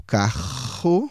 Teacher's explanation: Olha a posição da língua. Quando a gente fala carro, a parte posterior da língua está em contato com o nosso palato mole e provoca uma leve vibração, uma leve fricção.